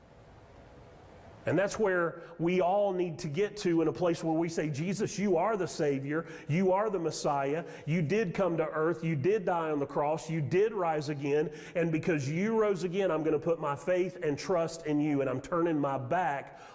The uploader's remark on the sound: Sermon audio from Mission Church in Locust, NC.